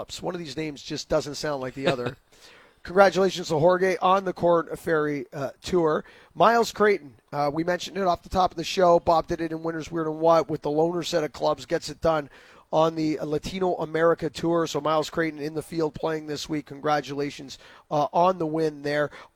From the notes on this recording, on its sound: live on location from the Rink Hole at the RBC Canadian Open